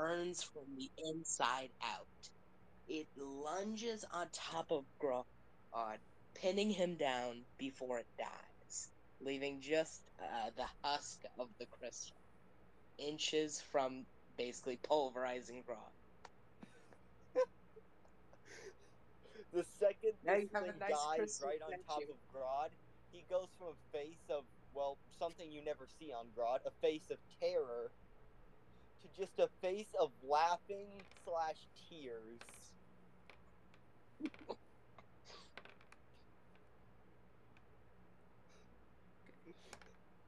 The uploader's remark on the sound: This session was recorded with the volume kinda low, so, sorry about that!